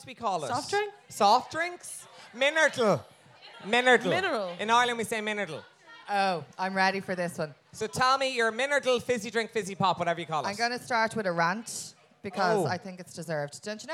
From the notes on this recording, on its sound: Recorded in front of a live audience at All Together Now 2022.